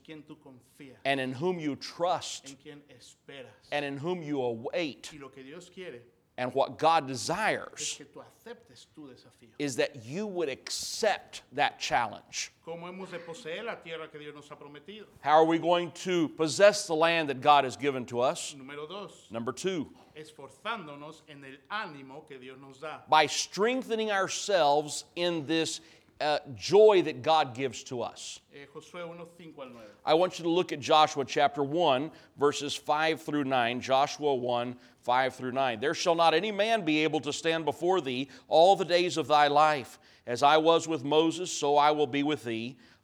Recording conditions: large echoing room